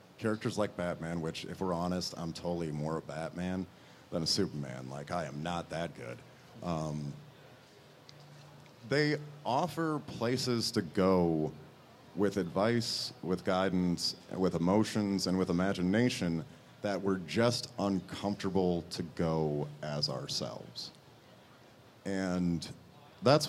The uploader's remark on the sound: LIVE from the FINAL Wizard World Chicago